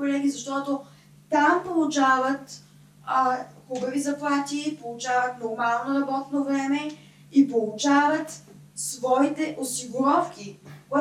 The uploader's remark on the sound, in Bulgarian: Понякога епизодът се получава толкова добре, че няма как да го изхвърлиш, дори когато тотално си прецакал звука.